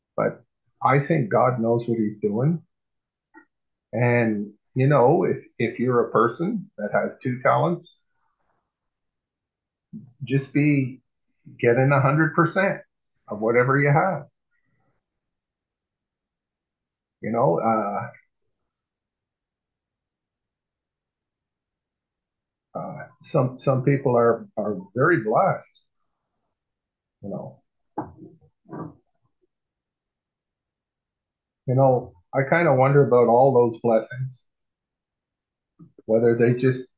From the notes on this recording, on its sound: PRAYER PHONE CALL